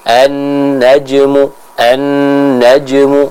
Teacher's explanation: Selanjutnya hal yang kita perhatikan pada ayat yang ketiga, yaitu dengan kita membaca huruf jim yang sukun. Huruf jim yang sukun juga sama, dia disifati dengan sifat qalqalah, sehingga adanya suara yang harus dipantulkan dalam pengucapan huruf jim tersebut